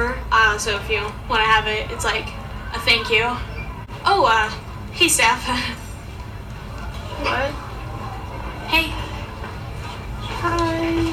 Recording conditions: sounds in the background